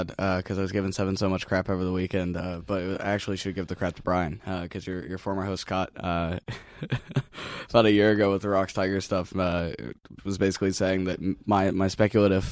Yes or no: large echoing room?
no